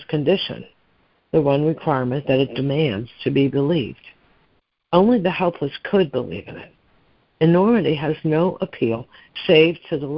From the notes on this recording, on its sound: ACIM Daily Conference Call